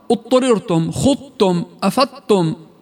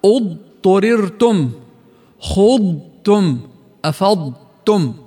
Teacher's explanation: ما بصير تندغم الضاد مع التاء · Shown in: second take